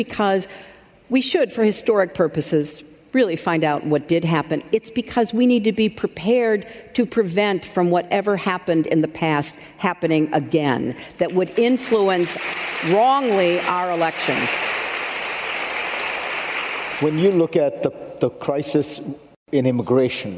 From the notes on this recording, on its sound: at the Women in the World 10th anniversary summit